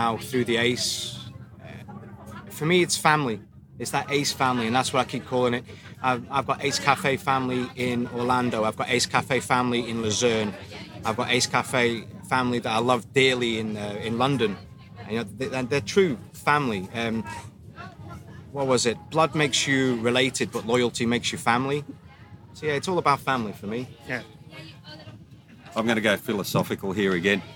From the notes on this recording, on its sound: Recorded live in the paddock.